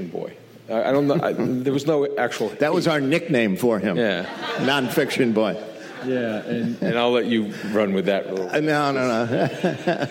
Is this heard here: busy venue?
yes